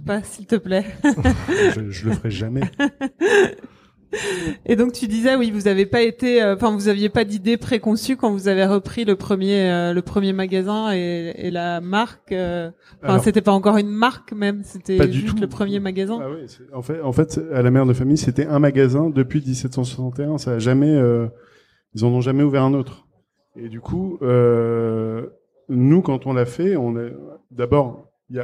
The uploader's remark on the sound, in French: Les APETALKS sont des live savoureux organisés en partenariat avec le Food court des Galeries Lafayette Champs Elysées. À l’heure de l’apéritif, nous invitons le public à rencontrer les fabuleux artisans qui y œuvrent chaque jour.